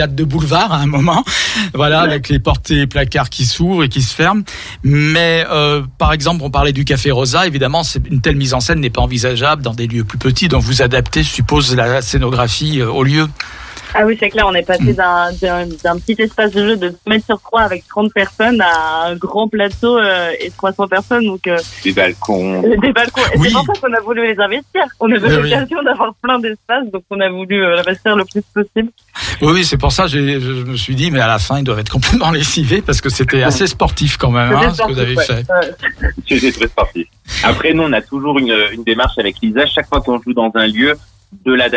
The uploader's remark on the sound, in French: Au téléphone.